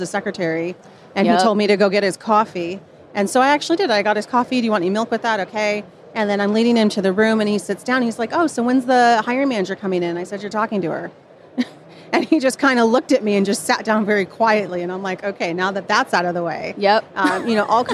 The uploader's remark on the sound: live from SaaStock